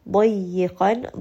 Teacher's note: dad is heavy. Qaf is heavy. These are both permanently heavy letters.